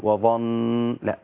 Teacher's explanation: وظن الضاء مفخمة وعرفنا النون مشددة لحظة النون المشددة مش عايزة أفخمها من أجل التشديد ومن أجل الضاء قبلها